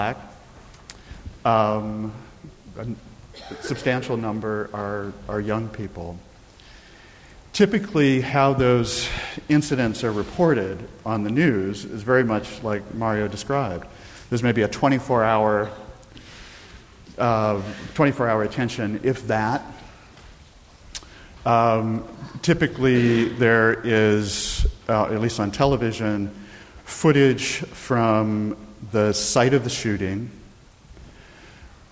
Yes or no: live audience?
yes